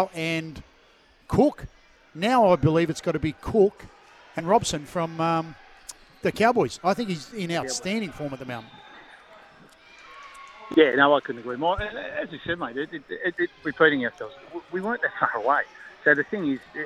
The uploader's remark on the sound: live from Terrigal Basketball Stadium